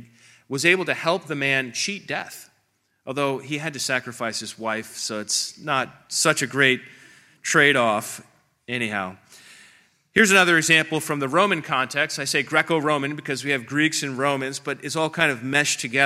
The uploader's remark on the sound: This presentation is from the 3rd Unitarian Christian Alliance Conference on October 20, 2023 in Springfield, OH.